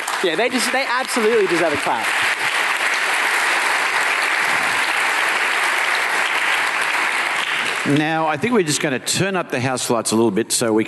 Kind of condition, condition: setting, live audience